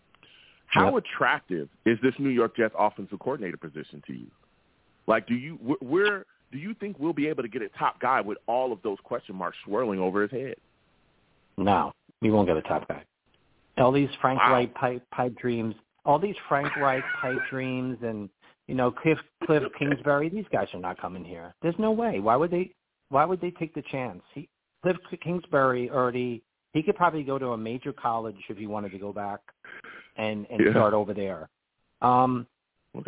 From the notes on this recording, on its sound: I take live callers!